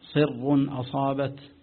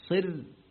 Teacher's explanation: ولو وقفنا الترقيق قولا واحدا لورش ولغيره · Shown in: second take